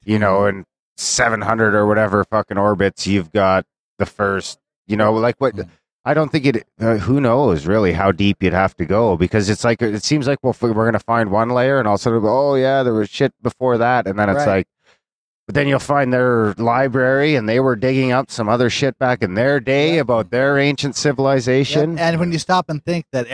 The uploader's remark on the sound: Grimerica Goes to Paradigm 2014. Episode recorded live at the Paradigm Symposium 2014 Minneapolis Minnesota, Oct 2-5 at The Women’s Club.